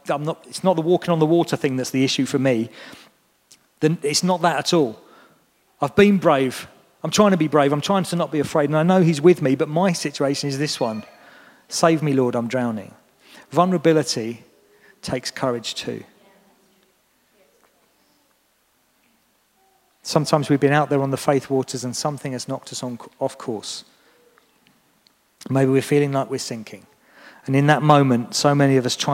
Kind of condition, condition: setting, large echoing room